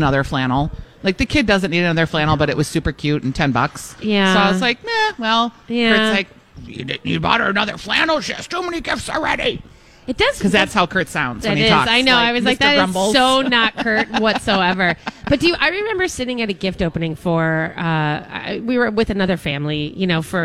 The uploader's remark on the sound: broadcast live at Revolution Hall at Rosedale Center!